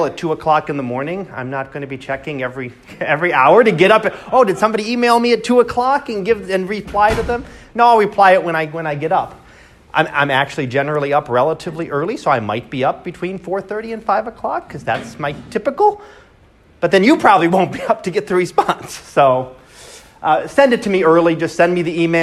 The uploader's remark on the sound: Live Class Lecture